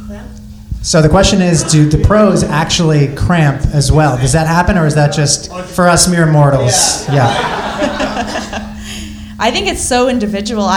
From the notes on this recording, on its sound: IM 70.3 Oceanside Triathlon LIVE podcast. Our first ever live podcast! Answering your questions live in front of an audience.